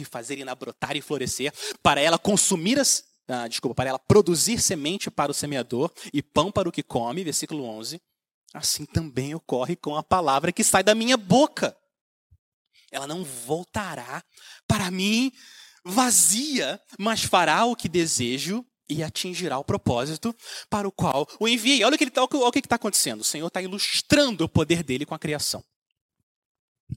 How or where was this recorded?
large echoing room